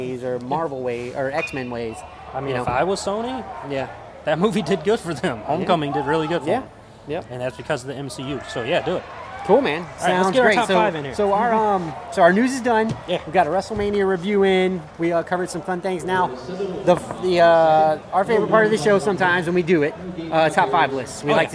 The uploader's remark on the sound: we are broadcasting live from Joe Riley park